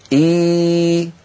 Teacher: عندنا في العربية صوت آخر اسمه حرف الياء، تخرج الياء من وسط اللسان، من وسط اللسان إي مع ارتفاع لوسطه إلى أعلى، يرتفع وسط اللسان إلى أعلى إي فيتضيق المخرج إي.